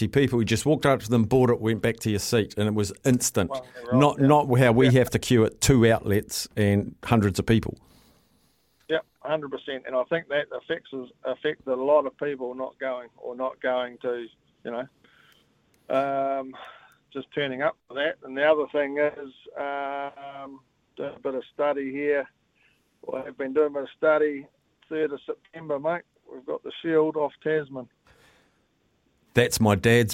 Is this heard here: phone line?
yes